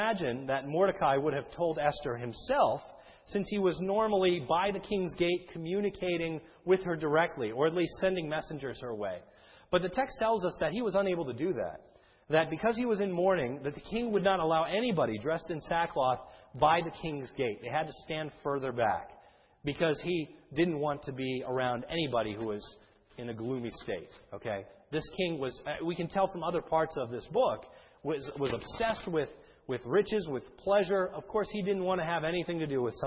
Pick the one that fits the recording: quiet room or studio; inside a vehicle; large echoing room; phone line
large echoing room